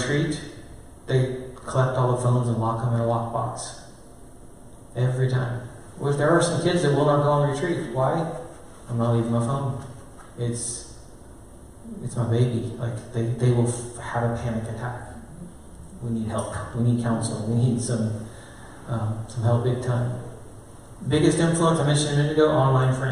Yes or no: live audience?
yes